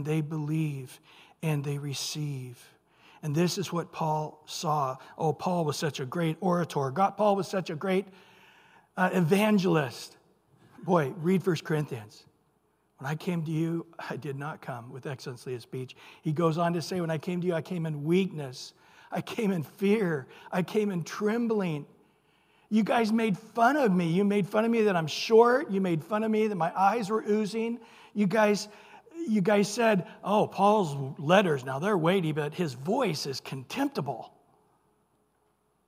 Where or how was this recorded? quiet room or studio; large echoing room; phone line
large echoing room